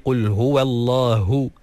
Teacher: keluarkan ha tu dengan makhrajnya daripada pangkal kerongkong yang paling bawah dan keluarkan anginnya sekali. Qul huwallahu, barulah dengar ha tu jelas.